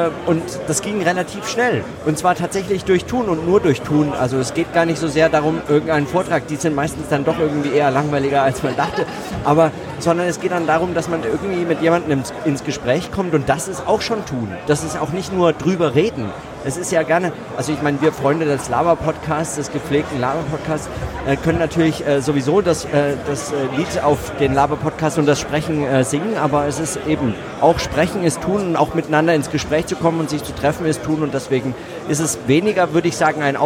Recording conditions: busy venue